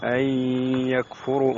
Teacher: نون ساكنة بعدها الياء حكمها الإدغام الناقص مع الغنة